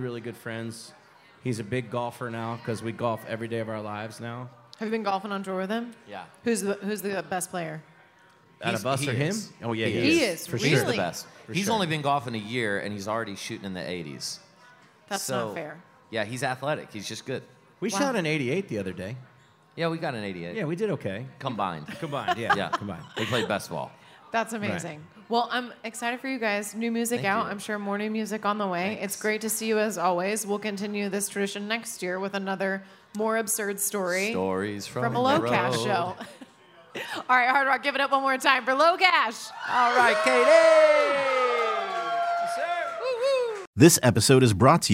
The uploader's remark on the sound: at the Hard Rock Cafe in Nashville during CMA Fest 2023